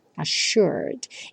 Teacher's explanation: esses dois S's do assured vão ter um som de X